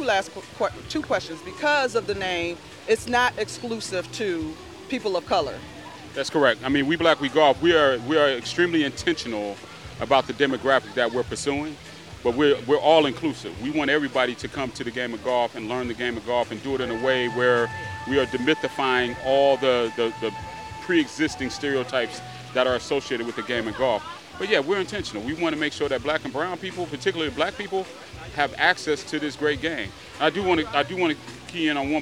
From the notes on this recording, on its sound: Black Arts Fest MKE 2022. Exposed The Podcast traveled the Summerfest Grounds collecting live audio footage from several vital participants.